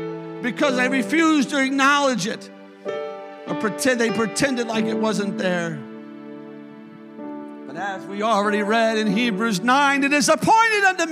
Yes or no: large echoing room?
yes